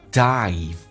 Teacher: I 这个发音稍微饱满一点，上下打开到极限，再滑动到 E 这个发音叫 dive，潜入，潜水 deeply，潜得很深 deeply， P 跟 L 在一起， P 可以弱化，可以不发音叫 deeply， deeply 就好像 exactly 说成 exactly，那么足够的有勇气去潜入的更深。体验一下 Be brave enough to divedeeply